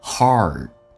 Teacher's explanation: heart 重度卷舌在美式发音，那这个发音其实你无法打开到嘴巴极限，叫 r，不是这样子的，它有点近似于发澳大利亚的 o 这个发音，你看 o 在这个基础上卷舌，叫做 rHeart，因为你无法达到极限，在这个情况下再进行重度卷舌，所以发 a 再加 r 叫 heart。